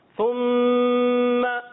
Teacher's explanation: ثم میں میم مشدد ایک الف کا غنہ